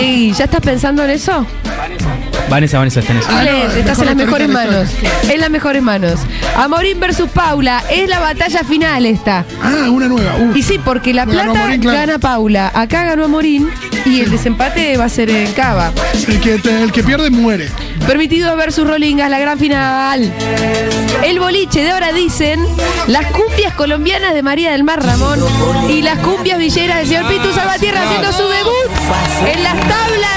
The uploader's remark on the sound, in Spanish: En vivo en la terraza de Yunta Bar.